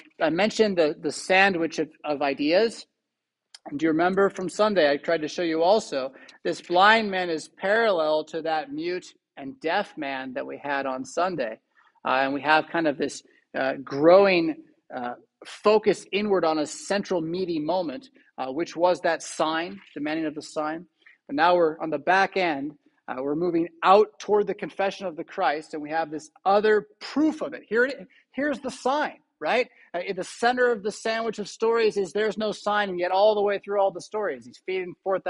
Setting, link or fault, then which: setting, large echoing room